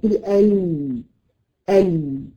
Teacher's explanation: يبقى هو ارتد للخلف، خلاص هو اتحبس في المكان ده لكن خرج من الجناب من هنا كده، يبقى انحرف عن مساره، وبالتالي اصبح في انحراف، انحرف الصوت في الحافتين الاماميتين · Term: الانحراف